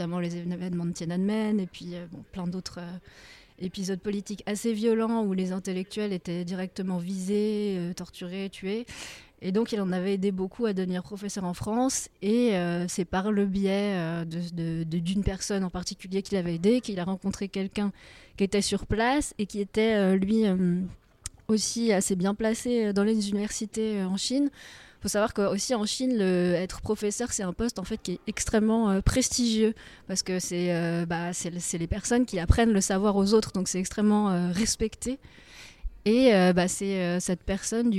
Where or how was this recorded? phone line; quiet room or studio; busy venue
busy venue